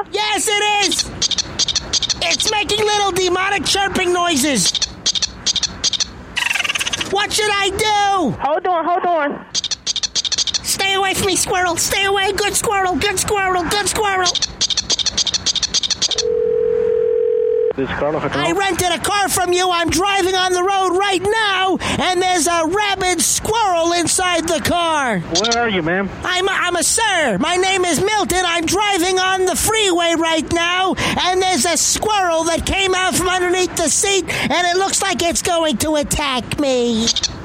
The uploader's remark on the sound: Prank Phone Calls